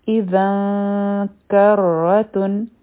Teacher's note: دلته کې به مونږه اخفا کوو لږ ټایم به ورکوو او خپله ژبه به د کاف دپاره تیاروو